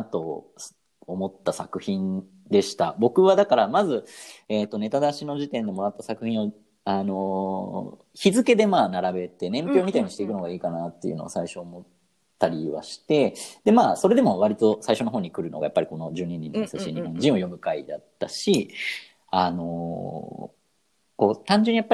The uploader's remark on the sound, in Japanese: 出演者が全員自宅からzoomにアクセスして読み、。